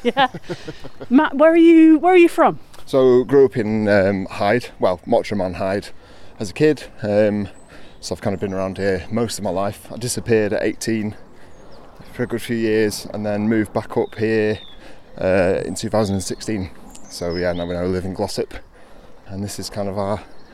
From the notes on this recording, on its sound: Walking from The Peels Arms in Padfield to Peak Naze